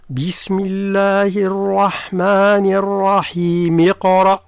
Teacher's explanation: لو أننا قرنا البسملة بأول السورة، نعم. فهمزة الوصل تسقط وننتقل مباشرة من الميم من لفظة الرحيم، نعم. إلى القاف